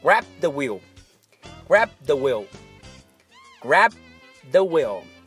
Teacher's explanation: 那个 b 的声音千万不要说出来，而是停下来，做好发声的口型，留出发声的时间差 · Term: 停顿